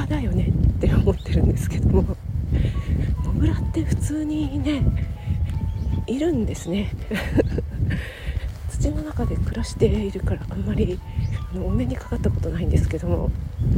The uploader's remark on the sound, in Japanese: 外収録のため風の音が入ってます。